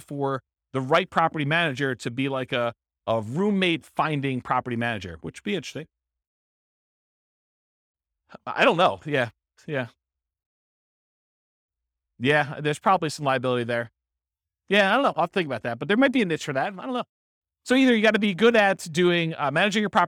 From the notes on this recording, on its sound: This was a live class recorded